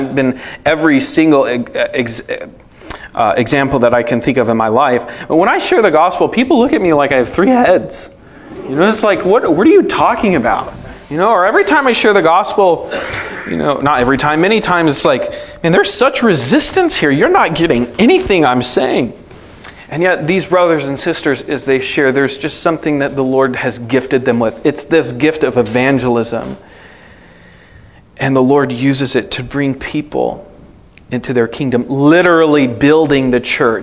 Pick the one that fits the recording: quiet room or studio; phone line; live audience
live audience